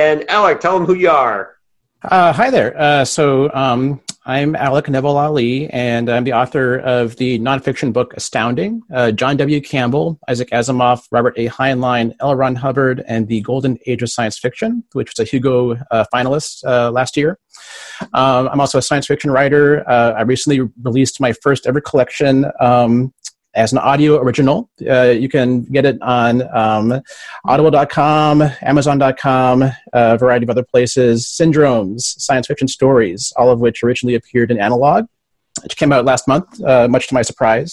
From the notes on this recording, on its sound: Holding up pretty well here in the lockdown. Doing some Zoom discussions.